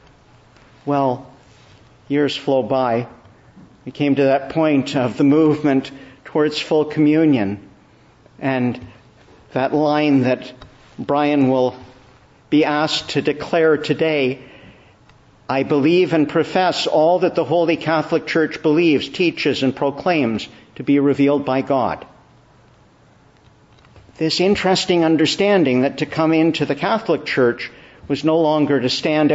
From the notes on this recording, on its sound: Evening Service. Preached in the Church of the Annunciation of the Blessed Virgin Mary.